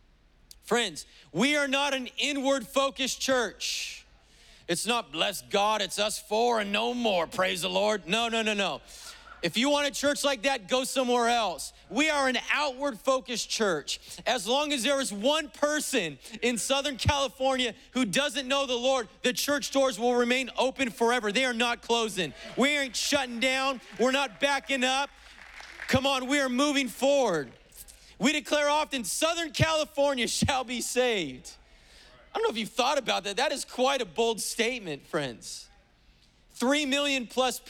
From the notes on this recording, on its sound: was preached on July 18th at the 11:30AM service